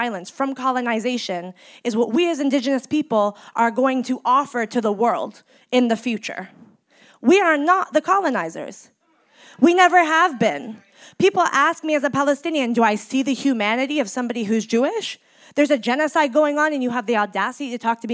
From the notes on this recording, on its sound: This reflection was recorded at an event at Berkeley’s La Peña cultural center